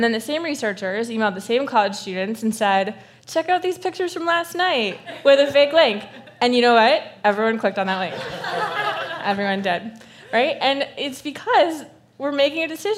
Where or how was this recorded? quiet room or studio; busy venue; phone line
busy venue